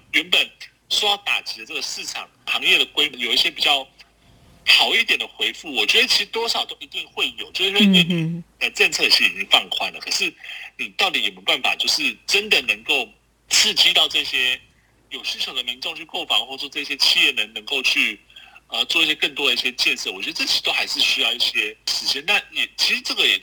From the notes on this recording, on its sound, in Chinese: 連線訪問中央社駐上海記者